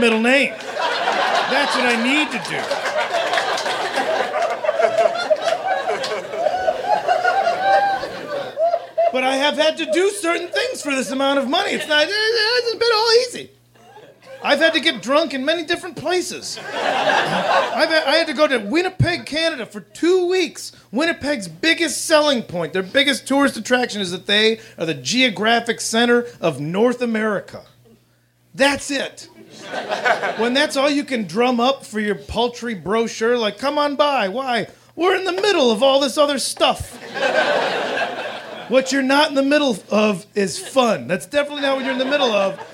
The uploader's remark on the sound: Recorded at Meltdown Comics in LA on December 15, 2010 in front of a live nerd audience.